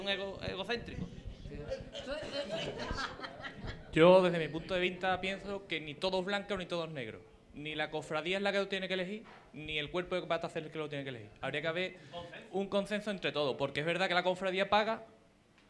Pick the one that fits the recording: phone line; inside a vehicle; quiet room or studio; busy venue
busy venue